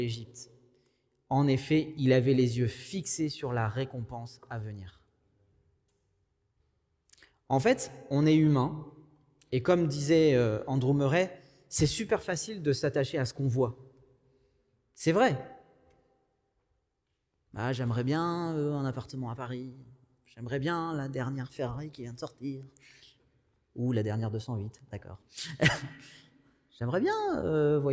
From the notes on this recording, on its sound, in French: Enregistré à l'église CVV, le 06/06/2021.